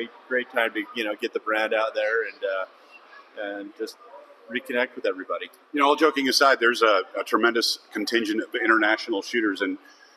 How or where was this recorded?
busy venue